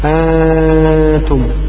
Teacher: النون المخفاه ينفتح فيها مجرى الفم. أنتم، فهي مخرجها الخيشوم فحسب.